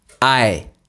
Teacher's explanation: le « v » du mot « avait » a complètement disparu et on n'entend plus que « ae »